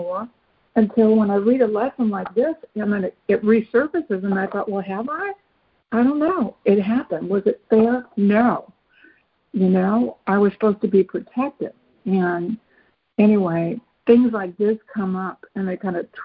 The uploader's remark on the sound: ACIM Daily Conference Call